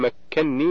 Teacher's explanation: الكلمة الثانية مكنني، من قوله تعالى قال ما مكنني فيه ربي من سورة الكهف في الآية 95، فإن أصلها مكنني بنونين، وقد قرأ حفص بإدغام النون الأولى في الثانية فصارت مكنني بنون واحدة مشددة